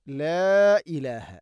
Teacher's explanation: ലാ ഇലാഹ മദ് മുൻഫസിലാണ്, നാലോ അഞ്ചോ ഹർക്കത്തിൻ്റെ ഖദർ നീട്ടാവുന്ന മദ്